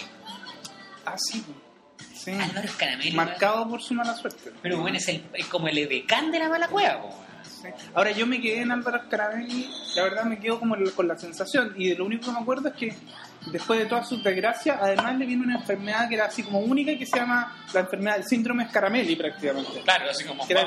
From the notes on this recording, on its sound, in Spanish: Nuevamente grabado en el restaurante "De la Ostia".